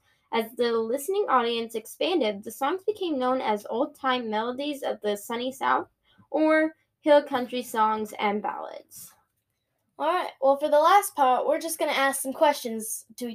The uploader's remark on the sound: we are also using a new mic, so please give us some mercy because it might sound a bit wonky